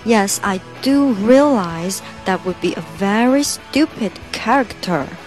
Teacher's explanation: 我们要把 I do realized do 做重读，表示强调。我真的意识到，我确实意识到。然后 that would be a very stupid character. That a 口张大。That word